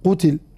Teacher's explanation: وروى الأئمة الباقون القراءة بضم القاف وعدم مدها وكسر التاء